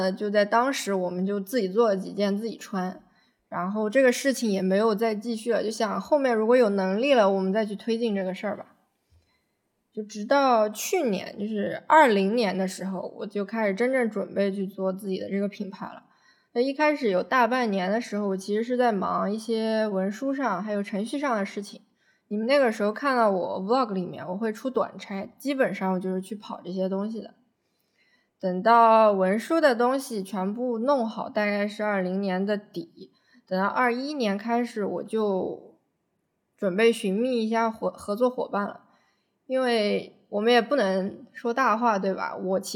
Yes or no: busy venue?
no